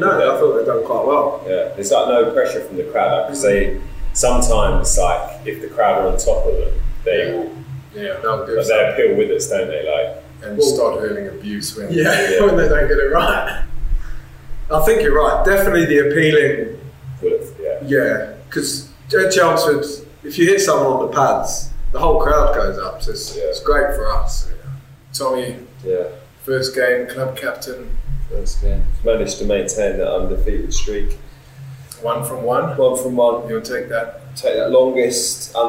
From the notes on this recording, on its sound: We had some technical difficulties when recording this episode